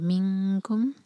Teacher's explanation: نون کی آواز کو ایسے چھپائیں گے کہ کیف کے لیے تیار ہو، تو نون پر اخفاء اور کیف کے لیے زبان تیار.